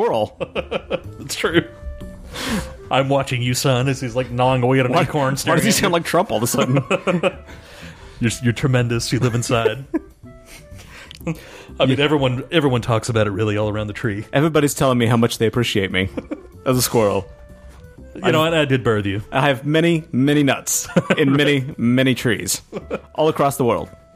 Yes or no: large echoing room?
no